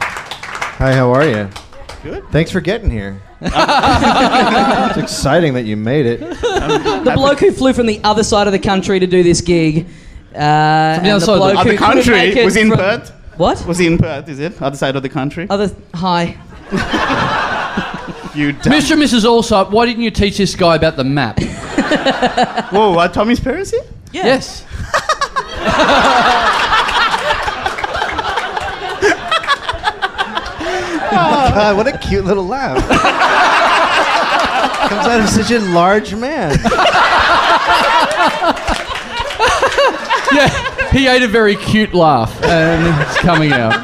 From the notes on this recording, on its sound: Recorded LIVE at The Joint in Melbourne